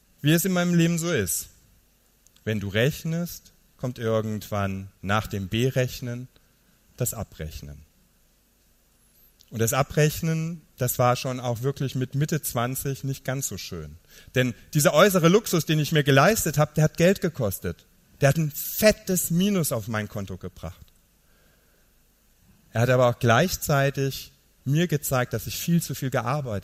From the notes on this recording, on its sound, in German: Live-Mitschnitt von der Gedanken Tanken Bühne.